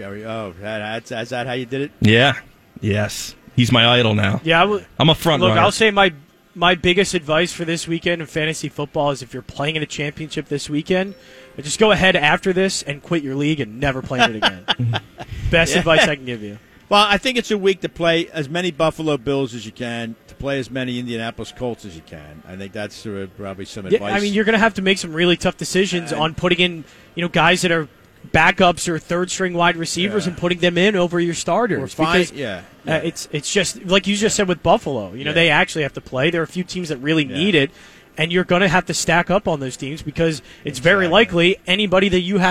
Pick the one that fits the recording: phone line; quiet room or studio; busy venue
busy venue